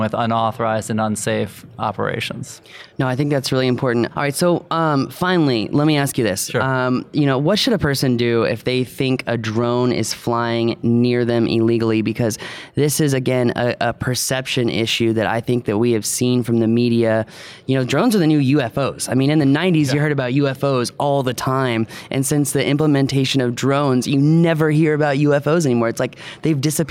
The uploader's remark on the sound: Live from the 2019 FAA UAS Symposium